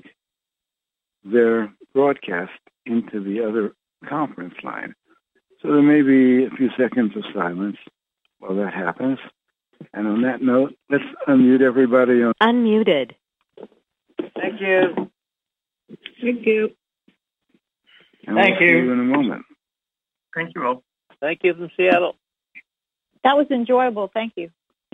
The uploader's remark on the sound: Conference Call LIVE